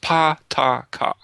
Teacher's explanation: you have your bilabial, your alveolar or dental, and your velar series.